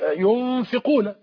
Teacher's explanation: الفاء تخرج من بطن الشفة السفلى